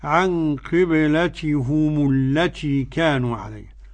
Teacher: حمزة والكسائي وخلف العاشر بضم الهاء مع الميم